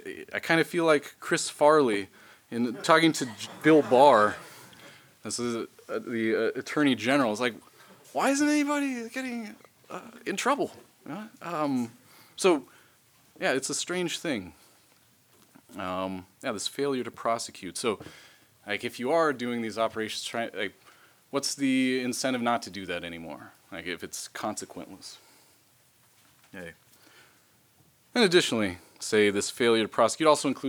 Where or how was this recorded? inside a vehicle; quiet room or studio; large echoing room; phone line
large echoing room